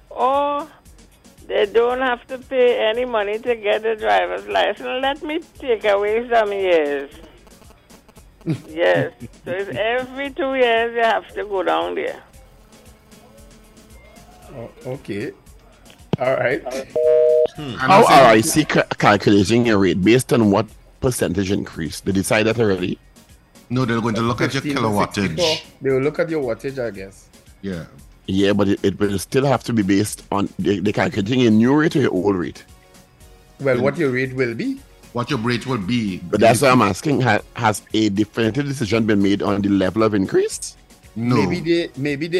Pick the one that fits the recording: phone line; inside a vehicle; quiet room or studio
phone line